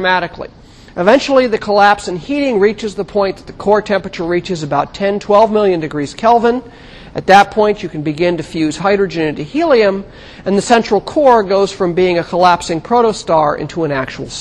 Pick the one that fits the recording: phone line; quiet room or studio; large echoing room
large echoing room